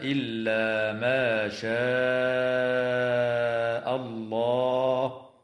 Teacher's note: حال الوصل بمقدار 4 أو 5 حركات من قبيل المد المنفصل، وكذا تمد الألف من كلمة شاء بمقدار 4 أو 5 حركات من قبيل المد المتصل